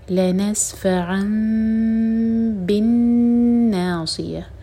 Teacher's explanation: میم ایسے پڑھیں گے کہ ہوٹوں کو ٹائٹ بند نہیں کریں گے · Term: اقلاب